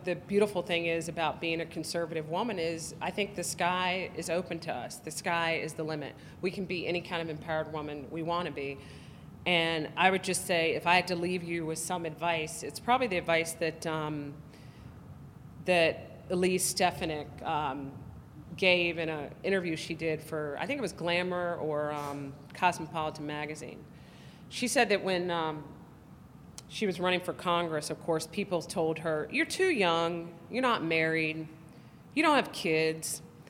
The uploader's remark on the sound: Her presentation, which was joined in progress, was recorded at the Institute's Texas Women's Summit in Fort Worth on October 23, 2015.